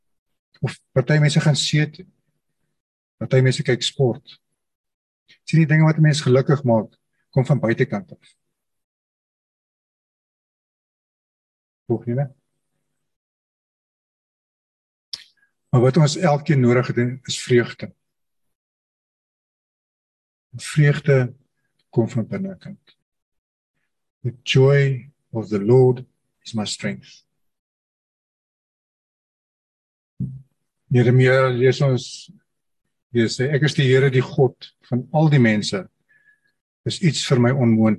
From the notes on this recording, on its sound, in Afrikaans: Manne van die Woord Zoom Byeenkoms